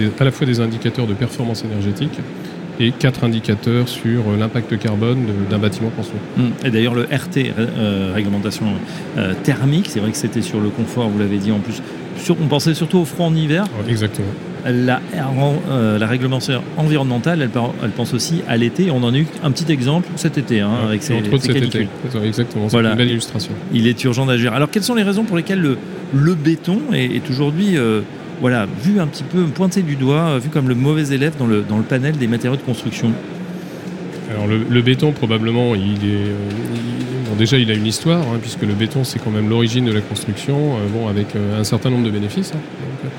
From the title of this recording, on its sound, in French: Emission spéciale en direct de Batimat